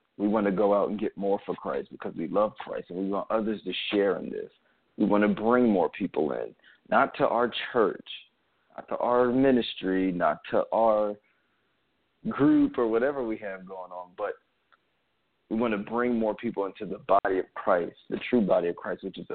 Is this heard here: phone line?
yes